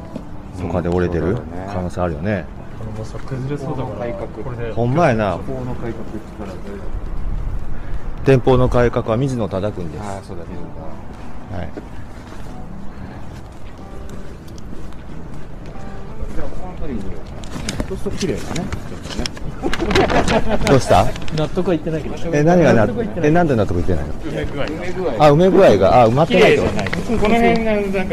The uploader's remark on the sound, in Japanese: 浅草橋駅の北側の神社を巡ります。屋外ロケのためお聞き苦しいところがございますがご勘弁ください。今、浅草橋駅の東口。